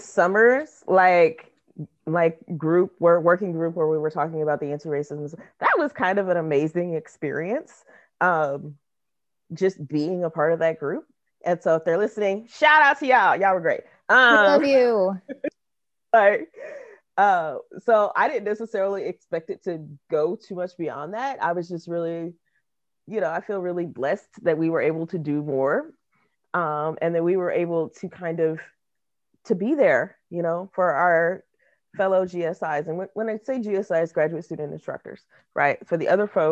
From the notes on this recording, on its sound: Recorded using Zoom